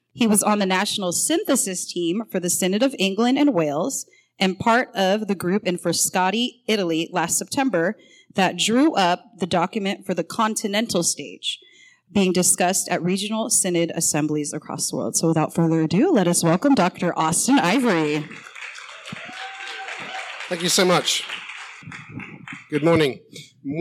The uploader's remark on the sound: We share a recording from the Prophetic Communities conference held at the University of San Francisco in early February.